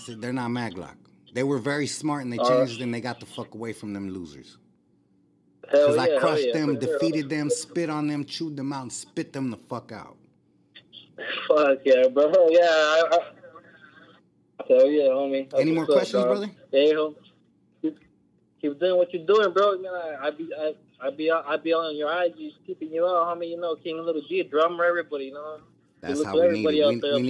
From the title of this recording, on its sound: taking phone calls